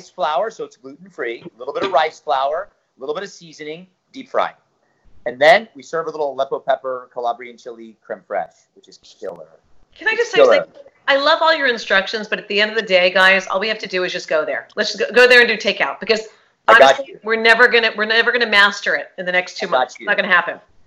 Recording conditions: video call